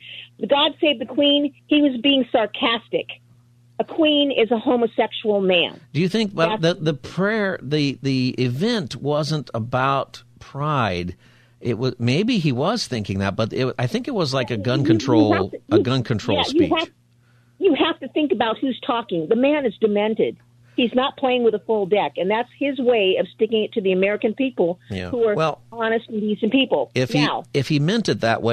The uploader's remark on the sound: We also continue Open Phone Friday taking calls on any topic.